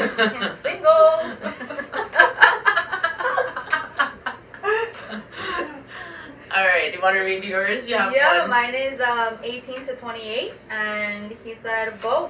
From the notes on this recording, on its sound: Please bear with our sound, it was damaged during recording.